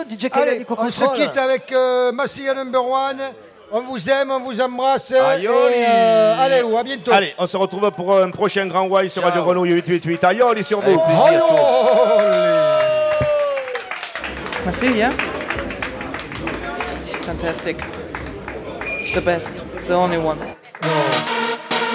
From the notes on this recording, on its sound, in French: 2h en direct des Grandes Tables